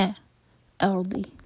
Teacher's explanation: جب ہم پڑھیں الارض تو حمزہ کو لائٹ رکھیں، ا ارض را ہیوی ضاد ہیوی لیکن حمزہ لائٹ